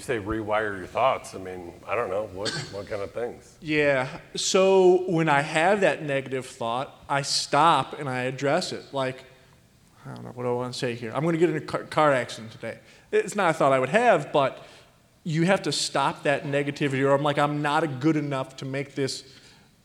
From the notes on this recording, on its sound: Coming to you from the 2023 Mastermind Collegium in Cleveland. Talks with the top four advisors on the C2P leaderboard in this panel.